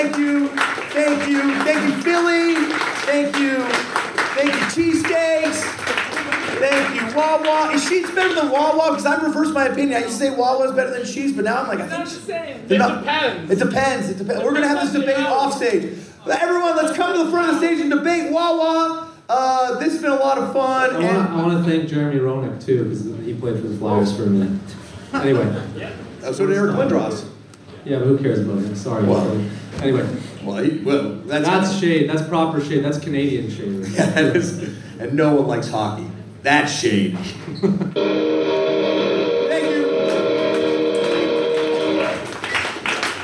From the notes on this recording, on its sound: TURNED OUT A PUNK LIVE IN PHILLY. Let’s do it Philly Style as the Turned Out A Punk Live tour rolls into Hostile City USA!